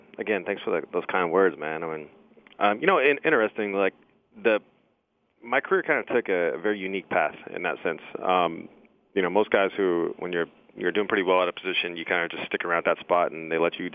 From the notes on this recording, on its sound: called in to the Ben and Skin show